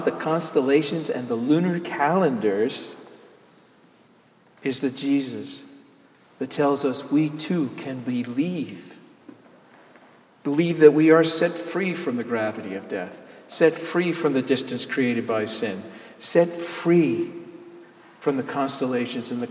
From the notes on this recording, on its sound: Sermon Delivered on Easter Sunday, Jan Hus Presbyterian Church and Neighborhood House, NYC